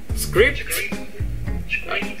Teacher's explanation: cái cuối không được là tờ, mà phải là em không có nghe tiếng mà em chỉ nghe gió thôi. Như beatbox vậy.